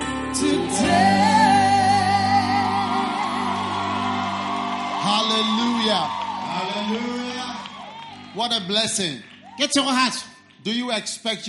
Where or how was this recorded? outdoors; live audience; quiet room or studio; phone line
live audience